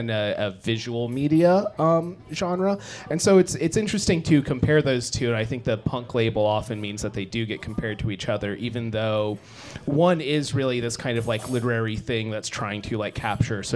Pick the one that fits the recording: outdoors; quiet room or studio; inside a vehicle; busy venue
busy venue